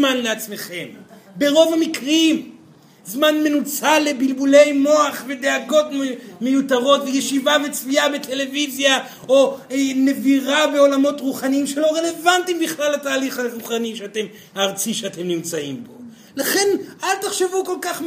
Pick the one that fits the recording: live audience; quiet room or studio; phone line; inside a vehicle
live audience